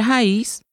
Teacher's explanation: Raiz tem sua sílaba tônica no I, mas não tem nenhum acento, porque o Z puxa a sílaba tônica.